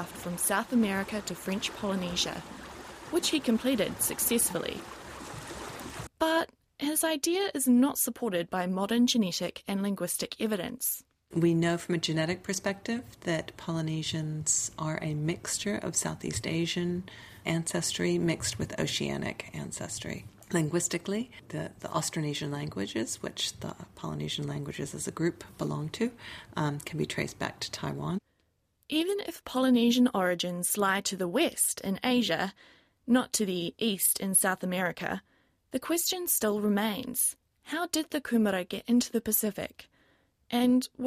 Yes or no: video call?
no